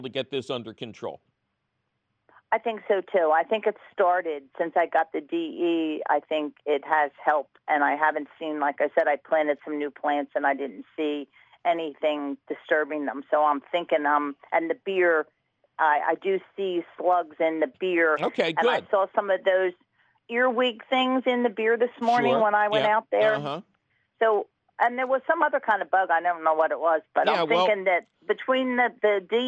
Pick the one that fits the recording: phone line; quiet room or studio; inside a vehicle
phone line